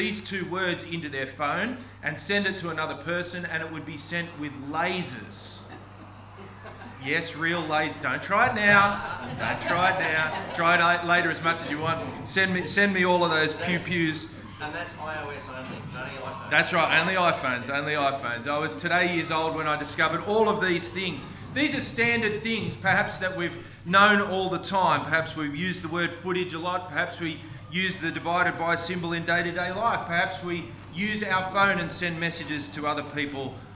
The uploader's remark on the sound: This sermon was preached on 27th August 2023 at all services of Helensburgh and Stanwell Park Anglican Church.